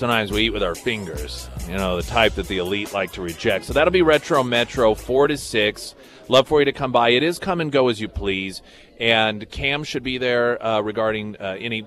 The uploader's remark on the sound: live at Scramblers Diner for the Friday Road Show